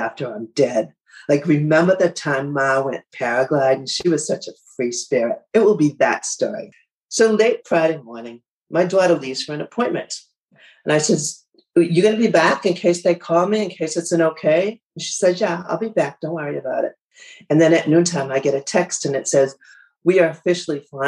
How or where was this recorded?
video call